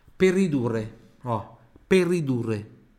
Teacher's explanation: Você vai falar isso aqui como se fosse uma palavra só, ó. Aqui é o per.